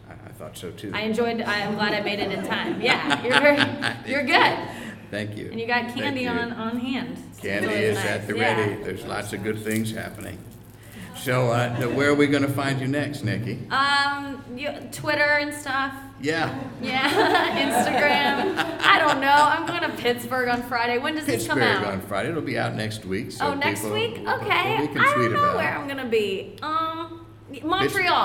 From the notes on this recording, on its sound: special season finale episode recorded live June 25th, 2014 at The PIT in NYC.